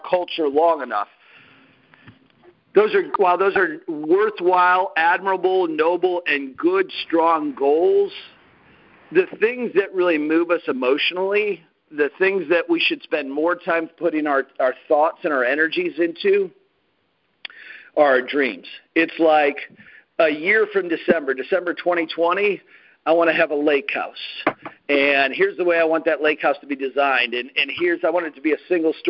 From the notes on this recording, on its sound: Team Freedom conference call on 8/30/19.